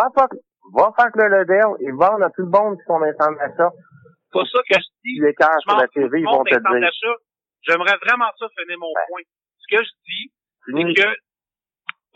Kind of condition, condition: link, phone line